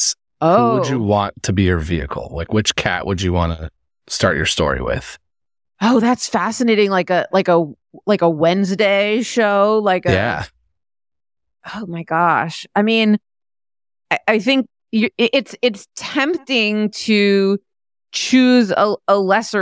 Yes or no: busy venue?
no